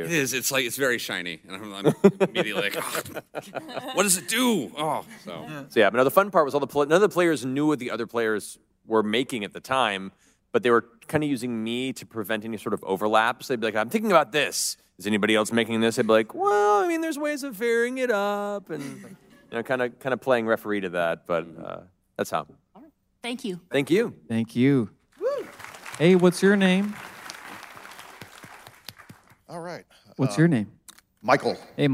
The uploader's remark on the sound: Live from San Diego Comic-Con 2018